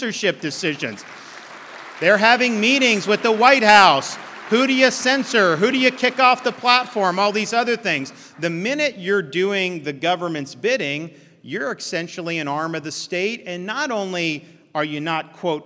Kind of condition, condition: setting, live audience